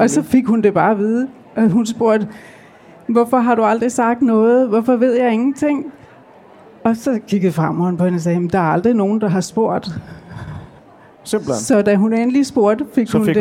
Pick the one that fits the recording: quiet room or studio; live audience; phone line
live audience